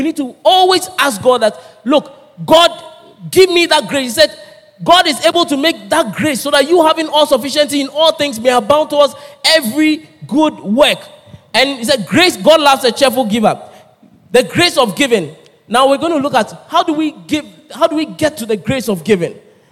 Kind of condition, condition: setting, large echoing room